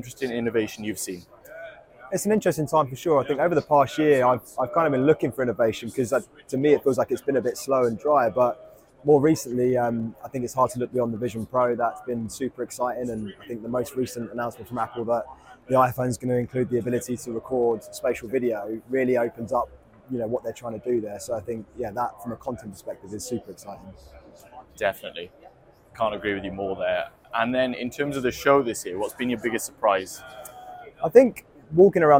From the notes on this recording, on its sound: IBC 2023 special. Recorded during the show in Amsterdam on 15-18 September 2023.